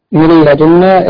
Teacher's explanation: من لدنا إدغام بدون غنة، أحسنت، إدغام بدون غنة.